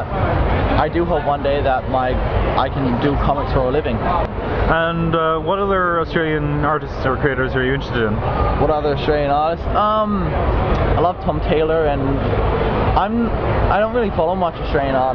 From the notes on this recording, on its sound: talks to the punters at Oz Comic-Con in Melbourne